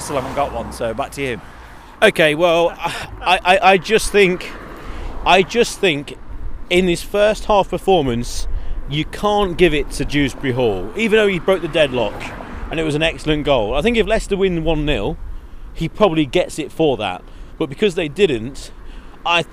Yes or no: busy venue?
yes